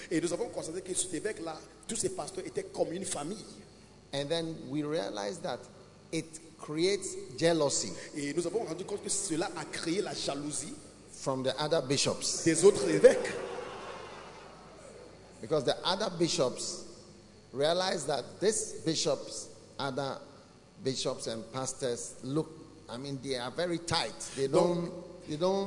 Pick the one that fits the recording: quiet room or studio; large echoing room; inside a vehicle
large echoing room